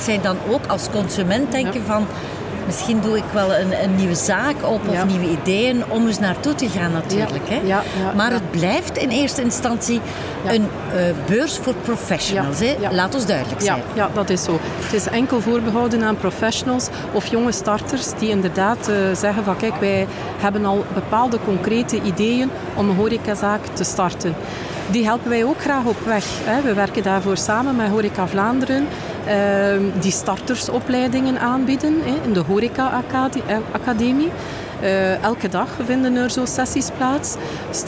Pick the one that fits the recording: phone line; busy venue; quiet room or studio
busy venue